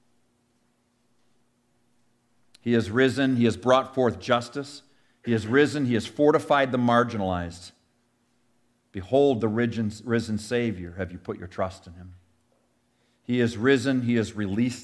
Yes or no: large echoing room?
yes